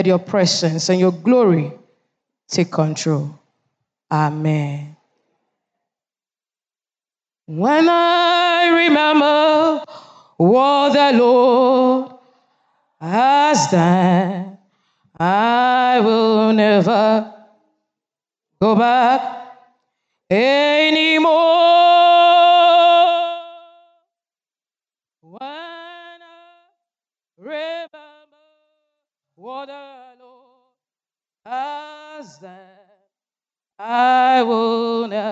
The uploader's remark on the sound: Sermon preached at CBC, Adabraka Campus.